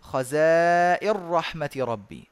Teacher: يدغم النون في الراء